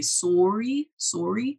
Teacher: a common characteristic of Canadians is the way that they say sorry is more closed lips